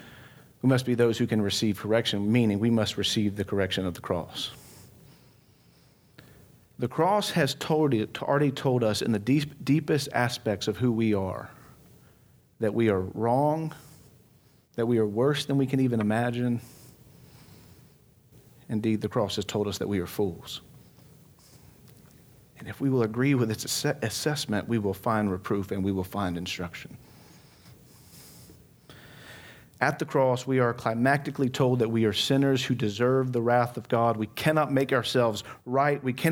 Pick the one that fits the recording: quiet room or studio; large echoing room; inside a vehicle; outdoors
large echoing room